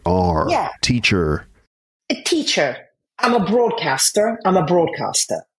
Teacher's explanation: you didn't have the rhotic Italian R at all. It was just the a slightly, you know, as you said, retroflexive R.